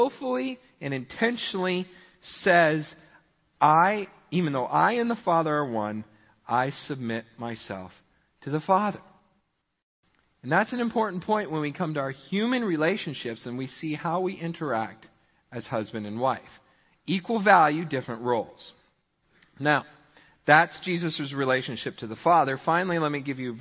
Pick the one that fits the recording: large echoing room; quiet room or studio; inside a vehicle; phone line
large echoing room